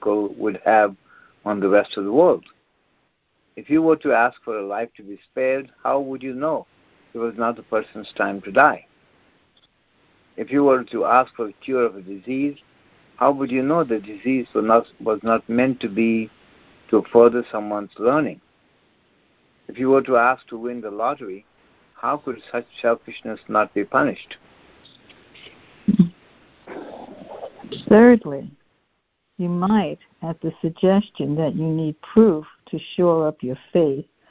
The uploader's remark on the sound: CONF CALL. Joining together on a Free Conference Call.